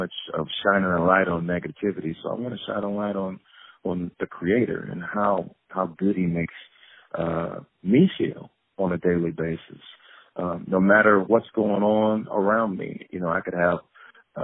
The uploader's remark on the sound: On the phone